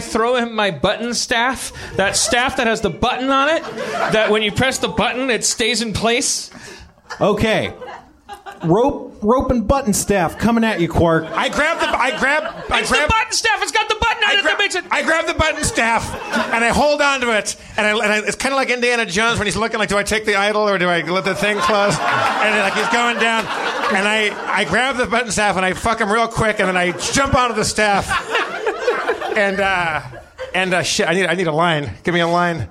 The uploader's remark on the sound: The room is packed with Communicon fans